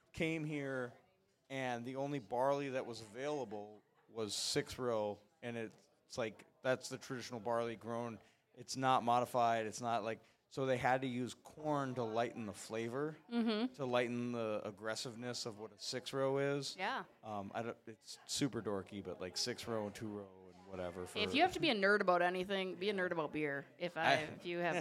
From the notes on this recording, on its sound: Went live from Dukes Pizza-Pub-Grill in Oakville.